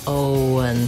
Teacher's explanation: And then the letters E-N say the schwa sound, and the N, un, Owen. So it just happens naturally as I move from O to un, Owen, that the W comes in